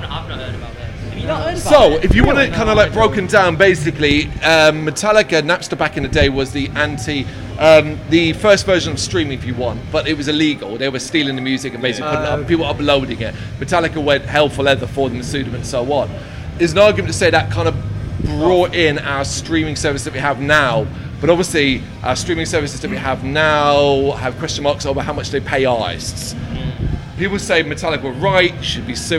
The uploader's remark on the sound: Live From AoniaFest V. Live at the festival.